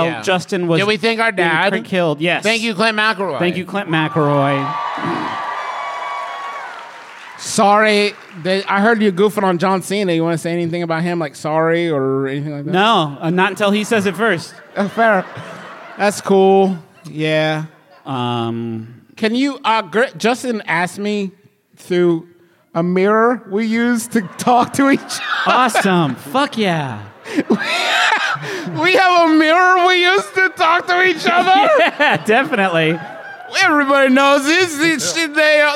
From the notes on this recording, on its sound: It’s the one and only MBMBaM live show of 2021, from the beautiful Grand Sheraton in Seattle for Emerald City Comic Con